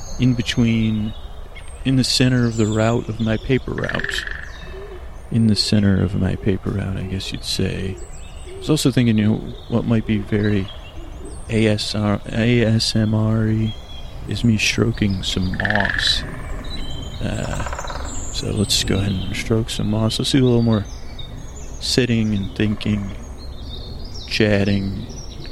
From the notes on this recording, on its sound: This episode was recorded on location and contains ambient noises like birds and moss scratching, as well as me walking.